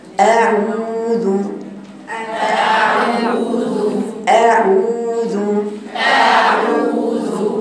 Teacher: يعني وانا بقرا اعوذ، الهمز مفتوحه والعين مضمومه، والواو ماديه بنفس حركه بنفس صوت الايه الضمه، والذال مضمومه